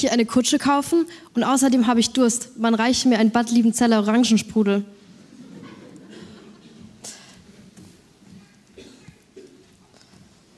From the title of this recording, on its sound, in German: Konfirmationsgottesdienst